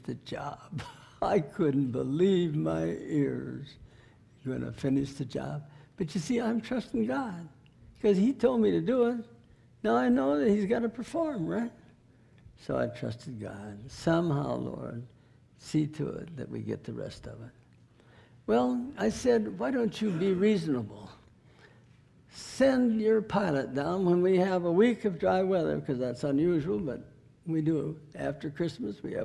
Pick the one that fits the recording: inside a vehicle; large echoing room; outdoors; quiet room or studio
large echoing room